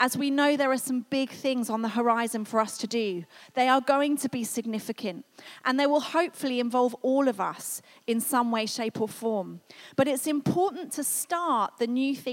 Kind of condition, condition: setting, large echoing room